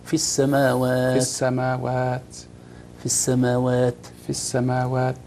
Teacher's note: أي المخرج التاء طرف اللسان مع أصول الثنايا العليا